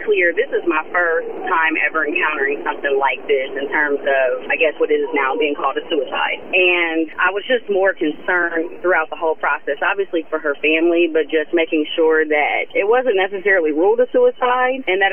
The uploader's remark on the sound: Joins the conversation via phone while on live surveillance. Visits the studio.